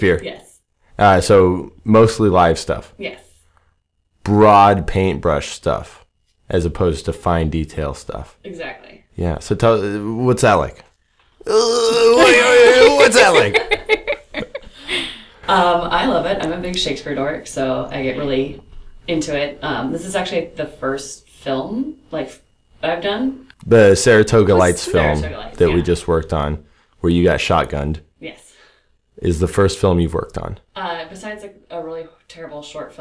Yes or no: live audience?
no